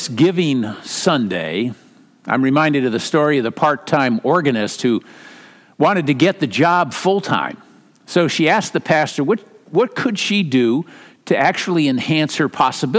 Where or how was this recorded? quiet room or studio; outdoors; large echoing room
large echoing room